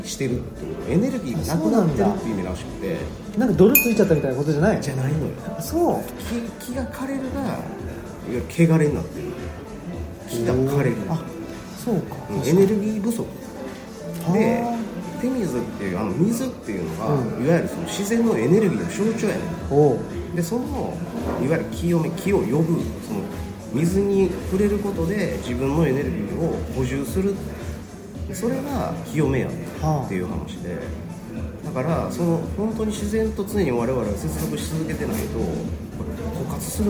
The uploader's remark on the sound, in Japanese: 高崎駅前で二人で収録。